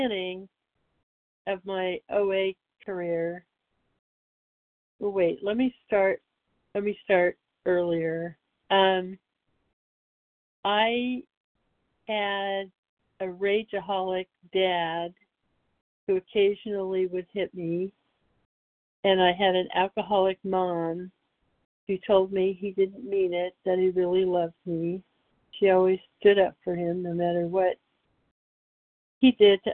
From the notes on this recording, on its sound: from the 100 Pounders Phone Meeting, 5/29/23